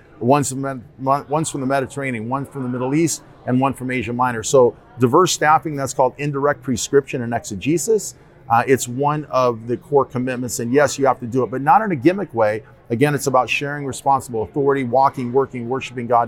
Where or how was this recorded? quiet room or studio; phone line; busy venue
busy venue